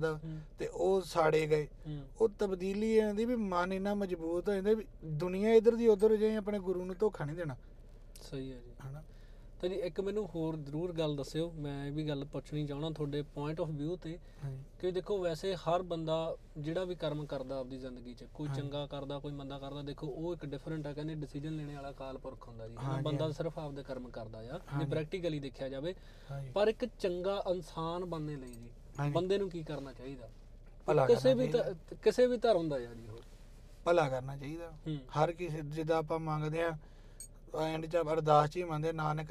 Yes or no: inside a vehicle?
yes